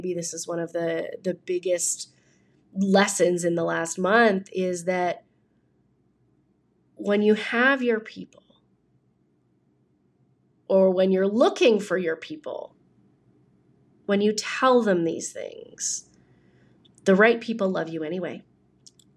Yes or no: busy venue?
no